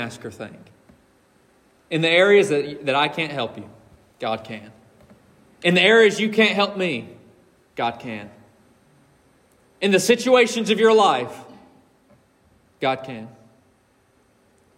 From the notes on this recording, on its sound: This message was preached from the pulpit of Collins Hill Baptist Church on December 17th, 2023